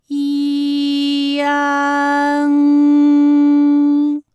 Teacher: 从前高不圆唇元音一开始，舌位向前低元音啊的方向滑降，舌位只降到半低前元音 i 的位置就开始升高 · 当然最后一定还是要归到鼻音呢才算是发完整